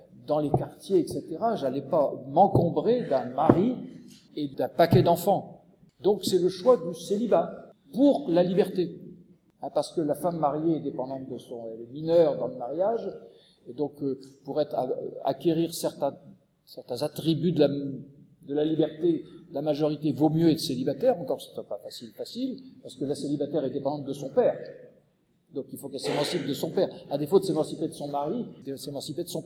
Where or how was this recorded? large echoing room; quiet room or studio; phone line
large echoing room